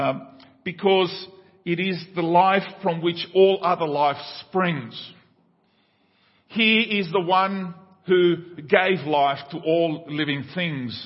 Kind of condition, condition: setting, large echoing room